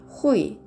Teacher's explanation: 出てきたことがあるんですが、漢字を言いますと、再会、人に会うという会うという文字が当たります。ほい、発音記号は HUI で、第4声、上から下に急降下する音になります